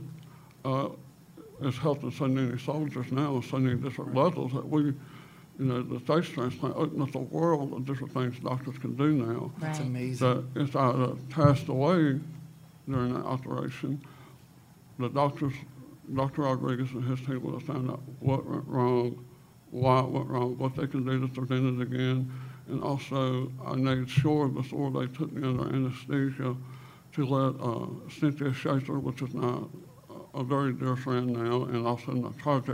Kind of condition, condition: setting, live audience